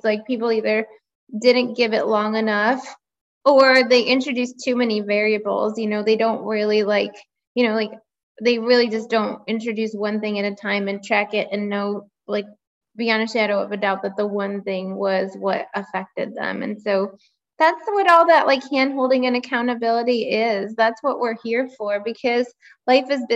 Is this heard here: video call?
yes